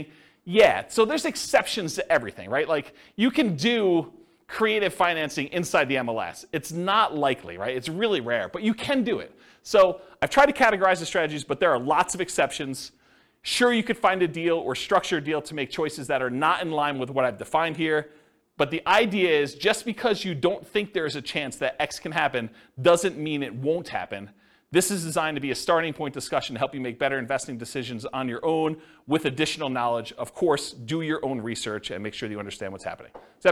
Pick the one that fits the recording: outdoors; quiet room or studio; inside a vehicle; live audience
live audience